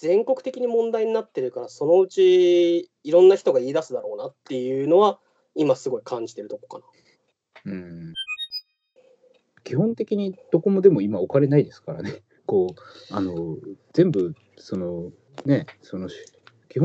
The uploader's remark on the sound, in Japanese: 今回はCOVID-19流行に対応して「リモート録音」をしました。